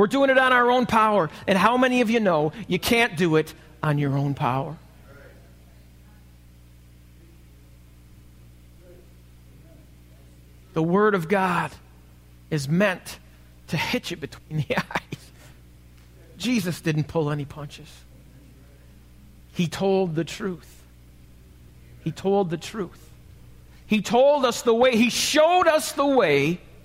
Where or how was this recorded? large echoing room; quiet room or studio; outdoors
large echoing room